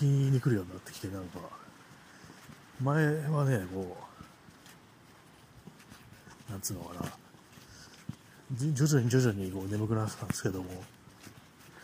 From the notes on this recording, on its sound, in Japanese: 散歩しながらの録音